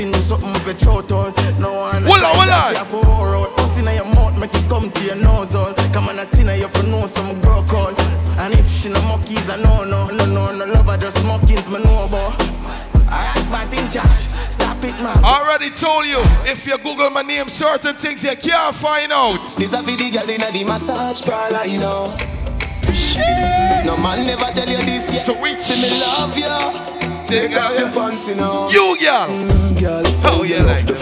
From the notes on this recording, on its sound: LIVE IN CLUB ENVY